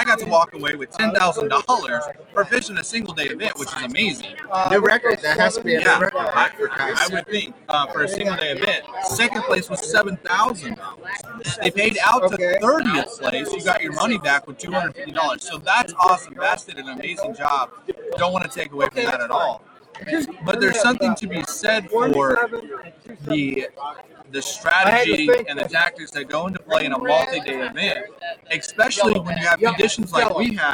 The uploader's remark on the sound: Reel Down Live From The Bass Master Classic